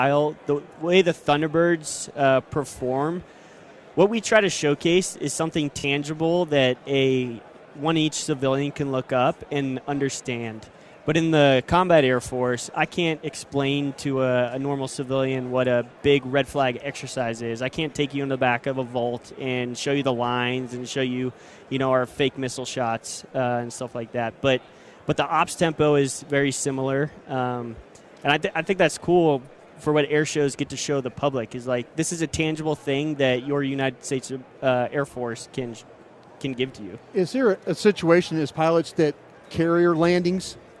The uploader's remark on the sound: live from Super Bowl Radio Row